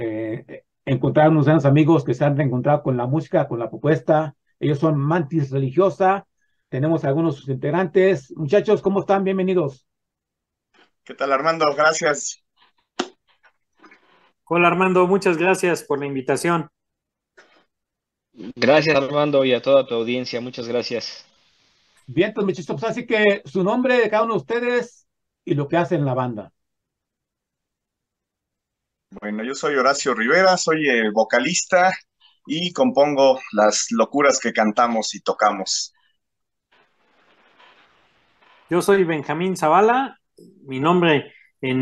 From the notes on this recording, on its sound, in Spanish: Charlamos vía zoom